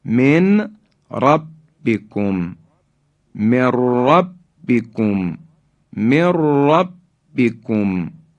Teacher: نون ساکن در حرف به اصطلاح را ادغام شد